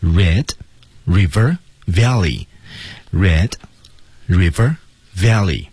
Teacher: Remember Red River Valley 这个三个词都要重读